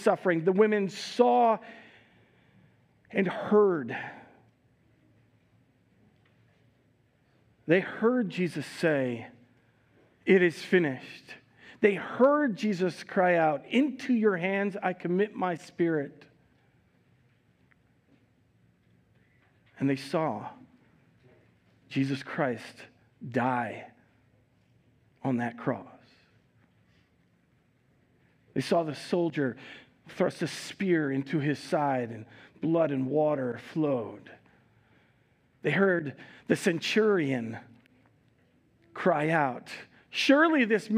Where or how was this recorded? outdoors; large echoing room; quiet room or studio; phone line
large echoing room